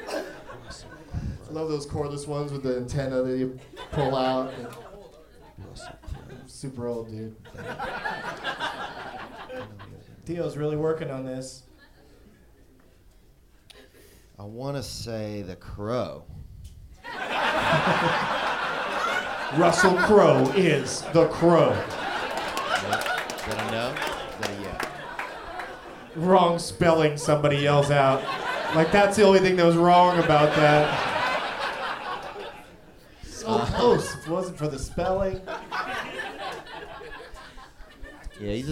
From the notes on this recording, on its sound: Live from the Punchline in Atlanta